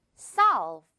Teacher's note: 마지막에 이 d 빼면 solve 발음이 나는데 이 d가 지금 이렇게 붙어 있다고 해서 solved 이렇게 두 번의 소리가 나지 않는다는 거예요. 대신에 그냥 한 번에 solved. · Term: 물총 발음